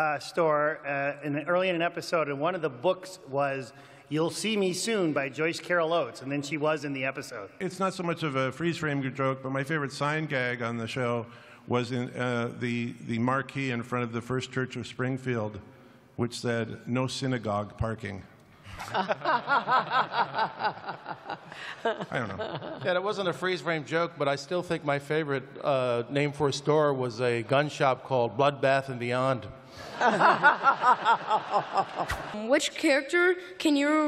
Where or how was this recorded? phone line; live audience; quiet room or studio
live audience